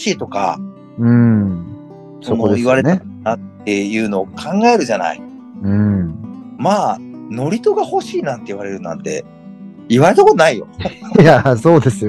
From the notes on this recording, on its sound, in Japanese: Zoom収録のため少し聴き辛いです、ごめんなさい。